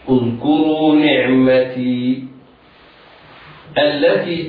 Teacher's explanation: وعند الوقف على الكلمة تثبت الياء ساكنة هكذا